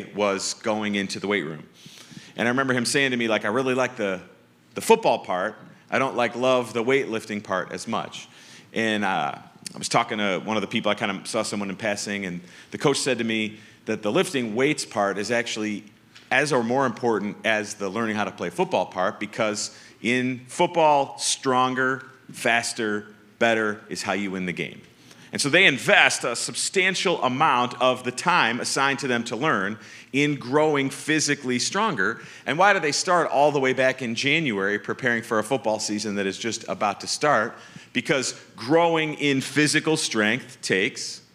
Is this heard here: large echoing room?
yes